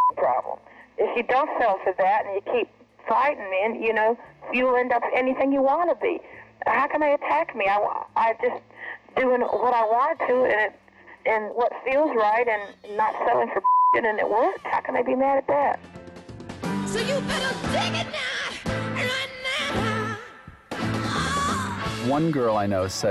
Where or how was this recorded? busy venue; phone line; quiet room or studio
phone line